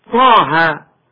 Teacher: مد الطاء والهاء مد طبيعي بمقدار حركتين